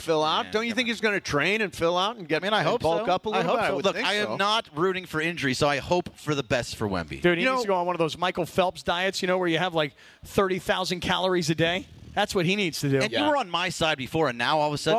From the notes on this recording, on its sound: LIVE From The 909 Sports Bar at Yaamava!